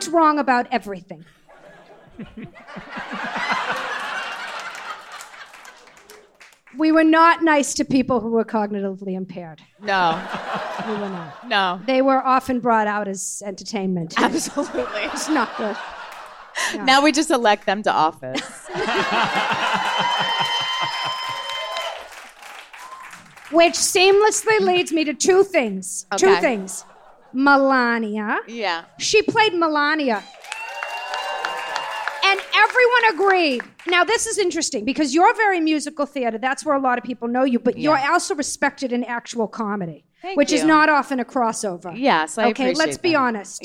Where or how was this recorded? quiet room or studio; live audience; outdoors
live audience